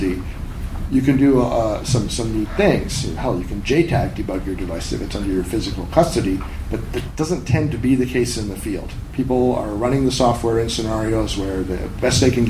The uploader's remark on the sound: A recording from MeetBSD 2014 in California.